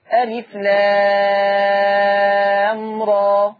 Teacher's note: ثم كلمة راء ليس فيها همز، بل راء تقرأ بمقدار حركتين وليس في آخرها همز · الحرف المقطع لام لابد أن يمد بمقدار 6 حركات بمقدار الإشباع